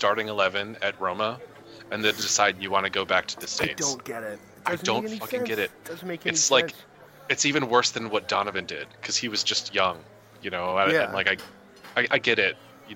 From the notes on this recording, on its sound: we decided to record while I was at the JFK airport bar